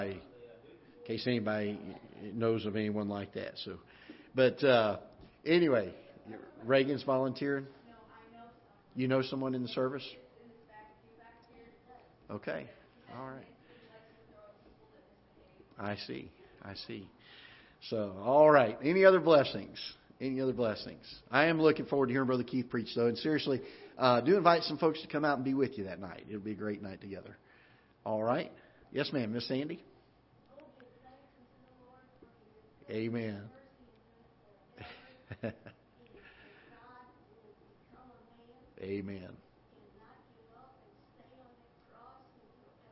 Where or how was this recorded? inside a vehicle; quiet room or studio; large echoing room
large echoing room